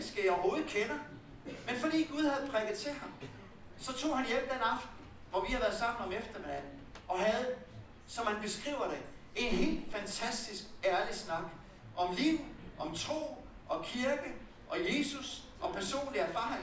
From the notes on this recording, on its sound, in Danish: det ikke kun er prædikenen, der er optaget men hele afviklingen med presentation, lovsang, bøn osv.